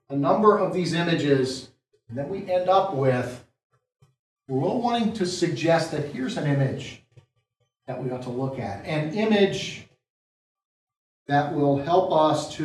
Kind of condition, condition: setting, large echoing room